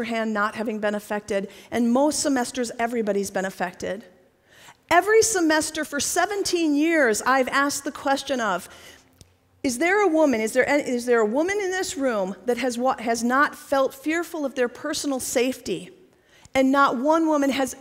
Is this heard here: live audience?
yes